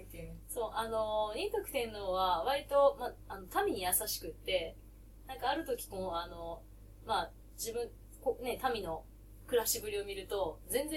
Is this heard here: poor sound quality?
yes